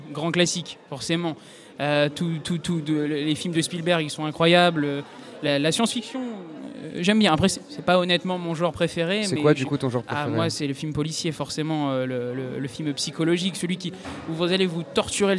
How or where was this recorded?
busy venue